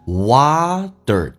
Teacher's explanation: put them in 后面还有个连音 min，用降调来发，红色的字体 put them in hotwater， hotwater，美式发音这个 hot 比较夸张一点，而且 t 不发音，这属于略音，但是它气流要阻塞一下，很多人不懂得阻塞就听得有点迷茫，叫做 hot，阻塞不发音 hot， hotwater。美式发音这个单词啊，读成 water， t 发 d 这个发音，然后卷舌头